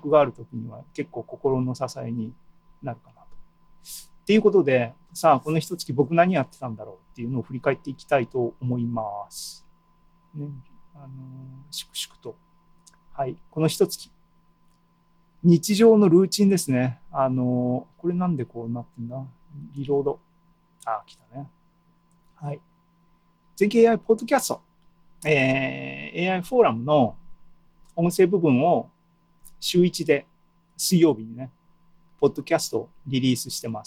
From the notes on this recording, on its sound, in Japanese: ２０２２年７月２７日に開催した ZOOMライブの模様です。